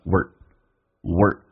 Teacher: We're 在口语化当中一般会有一个弱化现象，说成一个 W 加个儿化音，当加速的时候说成 were.